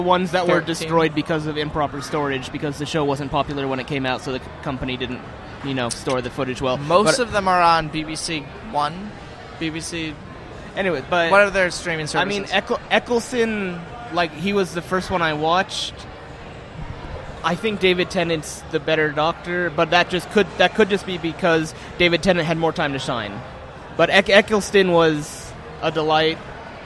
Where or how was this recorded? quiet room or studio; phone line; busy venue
busy venue